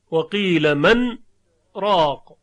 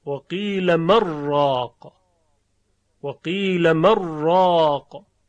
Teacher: در روایت حفص نون ادغام نشده در را بلکه سکت آمده · Shown in: first take · البته به یکی از وجوهش.